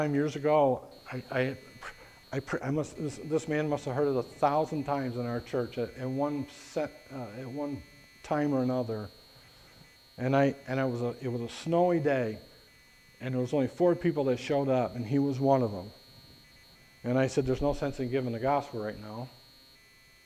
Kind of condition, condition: setting, large echoing room